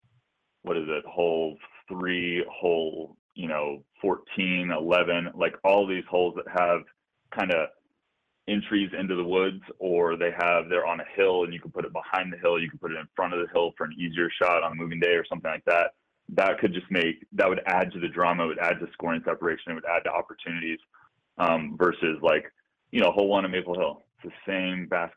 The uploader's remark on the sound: Live callers and a bunch of fun.